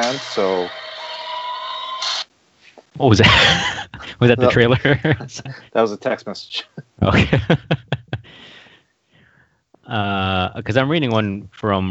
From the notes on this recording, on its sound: Unfortunately we have some recording issues, with dropping out and connections I guess, so sorry for that.